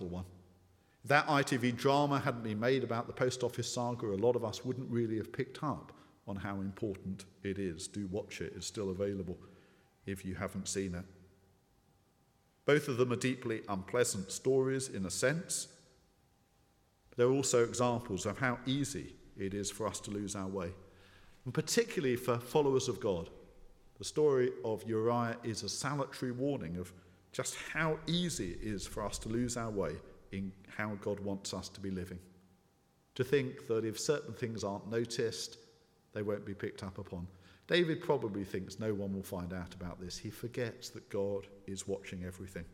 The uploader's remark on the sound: speaking at the 9:30 service